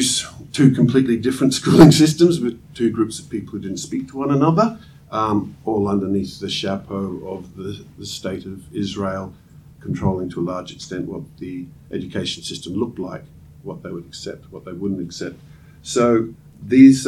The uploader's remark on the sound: Recorded their roundtable at the AAS held at the Australian National University! The audio quality might be a bit different from what you are used to because we recorded at a conference venue and not at our usual studio!